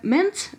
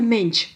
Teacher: в северных диалектах происходит так называемое недоразличение шипящих согласных. Там могут путаться «ш» и «с», «ж» и «з», «ч» и «ц». · Shown in: first take